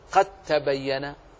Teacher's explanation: ولو قرأت قد تبين كما قرأ الكل كل القراء ونطقت العرب هكذا بإضغام الدال في التاء، قد تبين لا وجود للدال